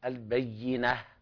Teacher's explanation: النون منفتحة ليس فيها تفخيم، لا تكن البينة، النون دائما مرققة، البينة هذه الطريقة.